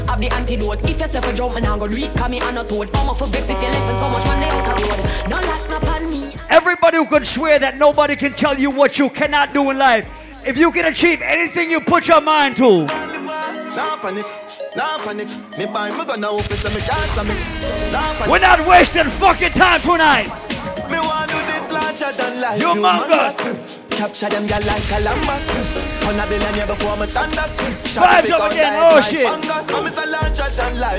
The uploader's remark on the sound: LIVE AT ISLAND SATURDAYS ON DEC 7TH